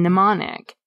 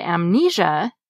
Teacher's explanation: The M is silent in mnemonic, but in the word amnesia, it gets pronounced as the end of the syllable am, am at the beginning of amnesia.